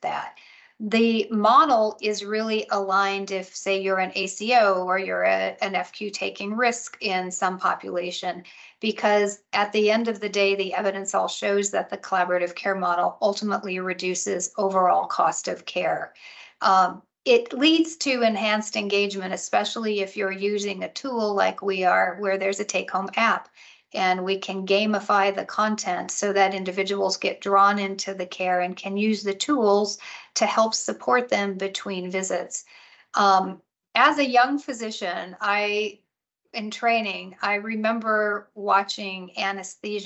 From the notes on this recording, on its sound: In this special recording of a live Canton Pulse webinar.